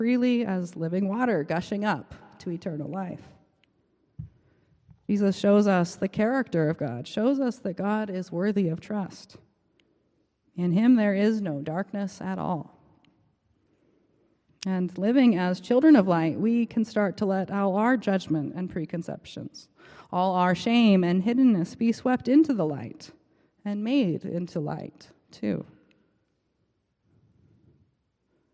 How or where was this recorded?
large echoing room